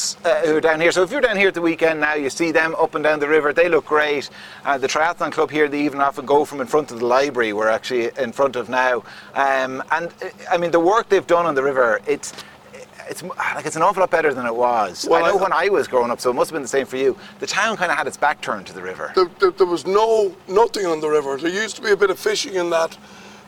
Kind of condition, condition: setting, busy venue